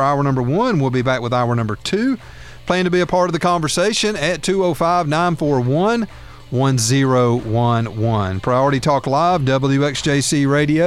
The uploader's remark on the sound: takes phone call